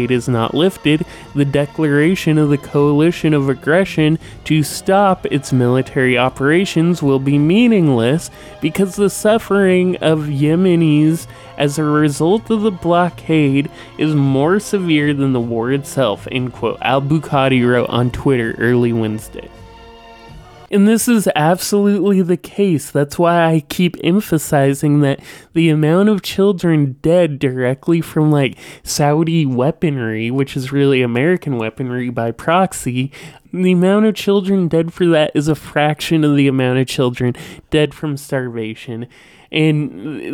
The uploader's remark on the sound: With a soundboard and propaganda mixed. This is the Season 6 premiere, at the show's venue: the beautiful Lorena Bobbitt Theatre in beautiful Seattle Washington.